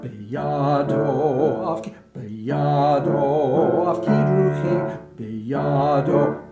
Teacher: To accommodate that, you want to make the ya, the second syllable, the ya of b'yado, twice as long